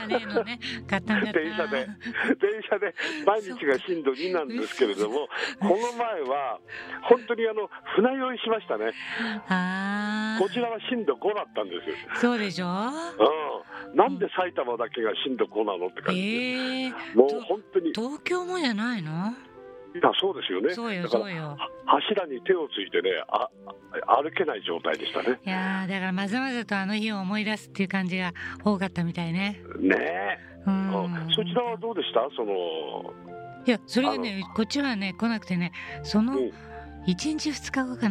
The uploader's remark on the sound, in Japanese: 電話インタビュー